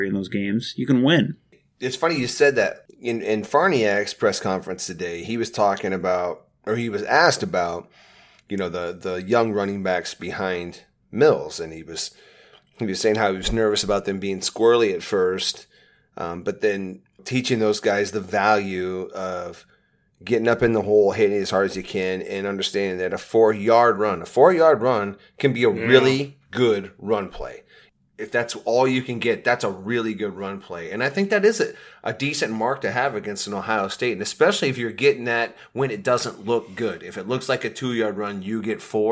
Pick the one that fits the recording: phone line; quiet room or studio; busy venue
quiet room or studio